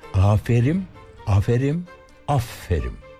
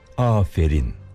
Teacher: Baştaki A uzun söylenecek. Sonra sondaki ünsüz harf M değil N olacak. · Shown in: second take